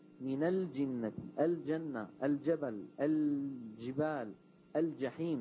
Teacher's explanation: اللام قمرية إذا كان بعدها جيم، ولا بد من بيانها